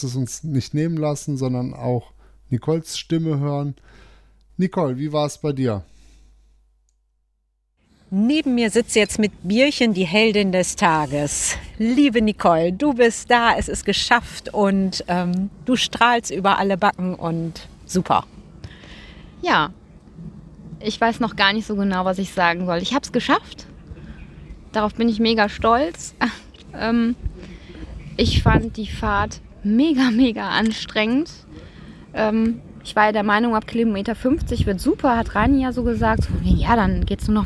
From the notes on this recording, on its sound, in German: 4-Stage Mountainbike Race Lanzarote, im Club la Santa. Berichten auch heute wieder live von der Etappe.